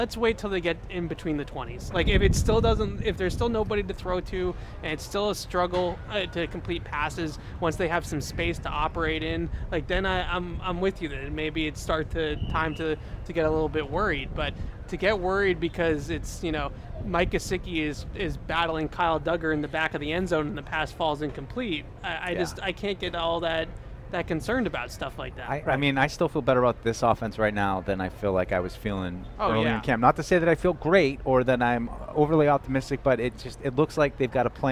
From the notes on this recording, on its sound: broadcasted live from Day 2 of Patriots Training Camp